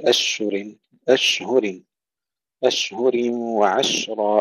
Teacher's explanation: الشين الساكنة في الكلمتين، ننتبه ألا نقلقلها، لا نقول أشهر وعشرة.